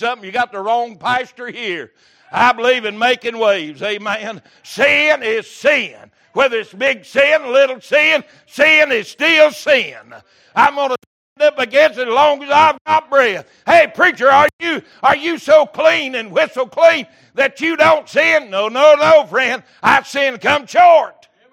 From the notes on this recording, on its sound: Wednesday Evening Service